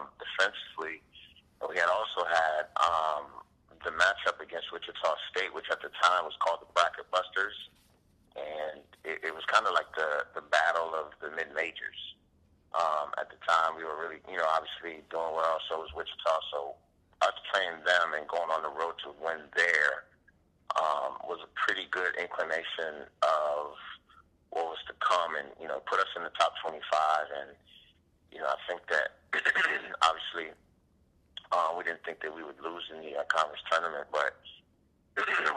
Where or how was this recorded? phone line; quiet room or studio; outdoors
phone line